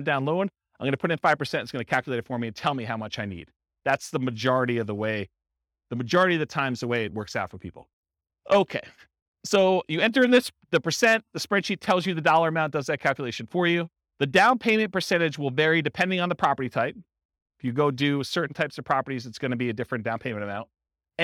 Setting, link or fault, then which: setting, live audience